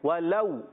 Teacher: ولو واو سکت سے پہلے زبر ہے، لو میں واو لین ہوگا، نرمی سے ادا کریں گے. واو پر بھی ہونٹ گول، پھر آخر میں واو ہے اس لیے دوبارہ گول ہو جائیں گے.